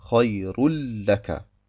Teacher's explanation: Das heißt ursprünglich خَيْرٌ لَكَ، aber das Nun wird in das Lam verschmolzen und deswegen trägt das Lam eine Shaddah. · Term: vollständigen Idram